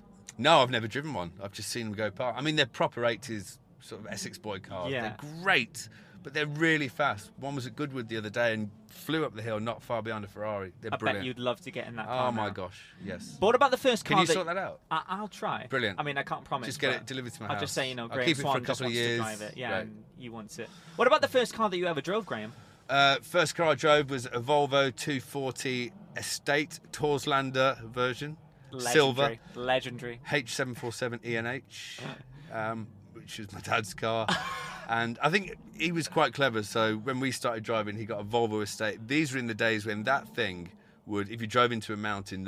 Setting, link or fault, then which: setting, busy venue